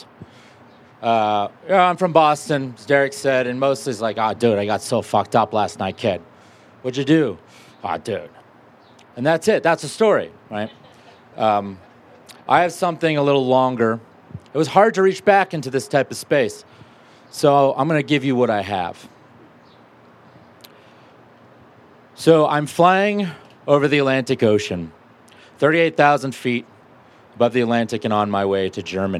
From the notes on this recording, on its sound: from a Raconteur event recorded at Carbon on July 12.